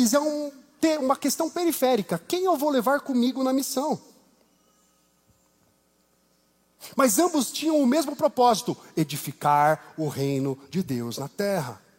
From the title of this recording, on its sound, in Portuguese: Culto ao vivo IBMorumbi